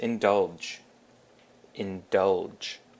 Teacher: And the emphasis is on the dull, indulge.